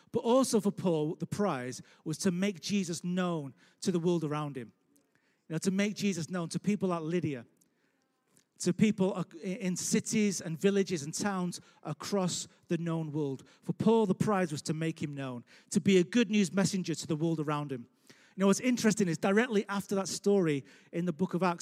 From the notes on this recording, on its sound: Recorded live at Life Church Lancashire 14th March 2021.